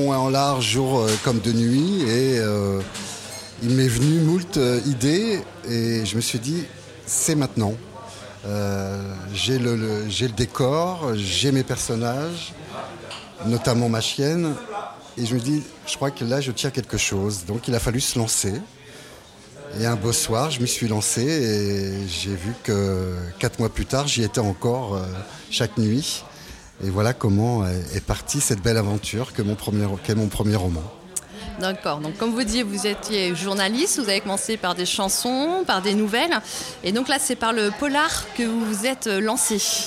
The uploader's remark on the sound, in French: Assis à une table du bar le Clémenceau de Jard sur mer. Qui participent à Escale Littéraire, le festival proposé par la communauté de commune Vendée Grand littoral.